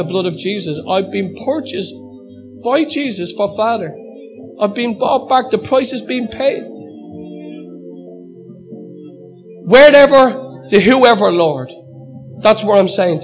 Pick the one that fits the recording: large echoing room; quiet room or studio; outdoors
large echoing room